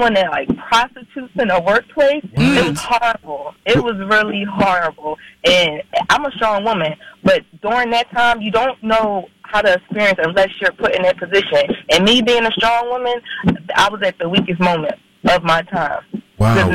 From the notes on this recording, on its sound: We opened up the phone lines for people to call in anonymously and talk about why they did/did not report.